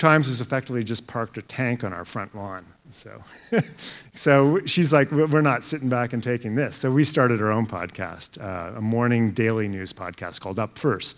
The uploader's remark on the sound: The first ever JCMS live podcast took place at the Canadian Dermatology Association annual conference in June. In front of a live audience.